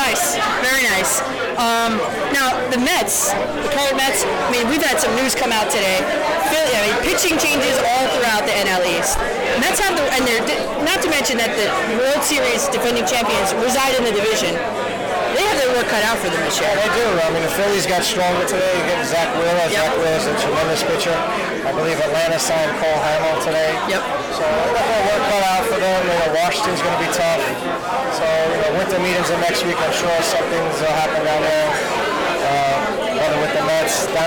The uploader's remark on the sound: 2019 IABF Gala. Giondo on the Water Italian American Baseball Foundation annual gala.